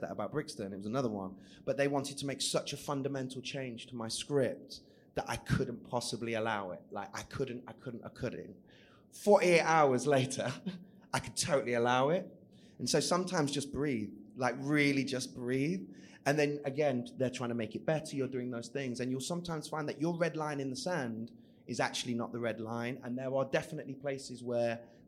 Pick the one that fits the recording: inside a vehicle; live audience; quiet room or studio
live audience